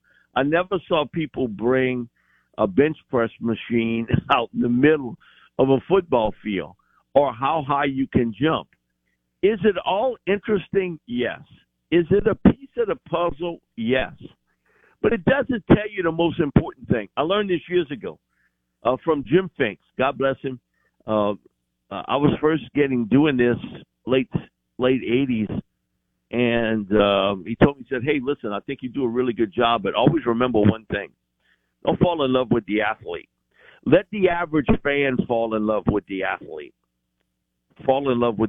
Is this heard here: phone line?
yes